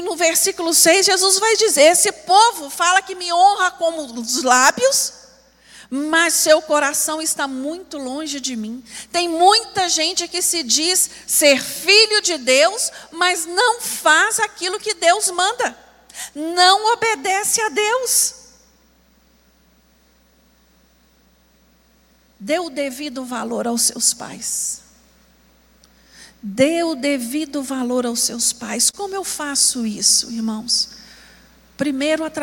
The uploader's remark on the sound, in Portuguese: Escola Bíblica Dominical. Transmissão ao vivo do Culto de Adoração ao nosso Deus, realizado na Igreja Batista Moriá.